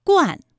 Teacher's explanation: 它的前鼻韵母是乌安 · Term: 前鼻音